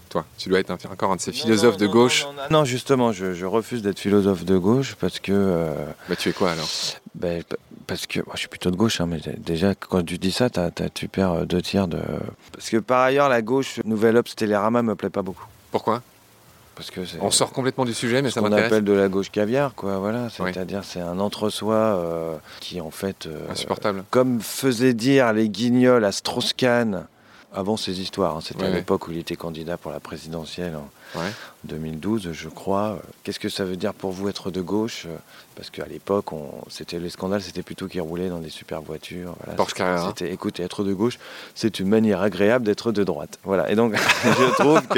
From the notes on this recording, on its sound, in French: Enregistré dans son petit jardin de Montmorency, la ville où a résidé Jean-Jacques Rousseau.